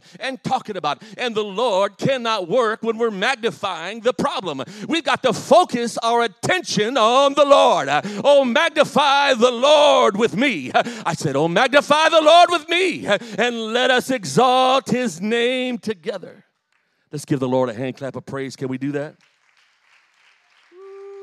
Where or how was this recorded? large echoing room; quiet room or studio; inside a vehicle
large echoing room